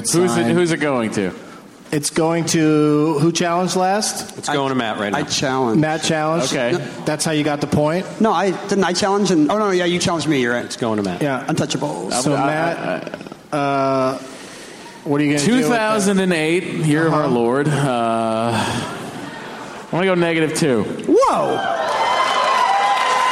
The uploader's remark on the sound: Recorded live at the Neptune Theatre in Seattle, Washington on May 23, 2014.